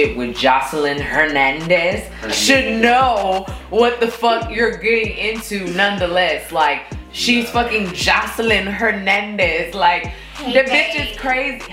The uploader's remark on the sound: Sorry, this sound is a little janky as well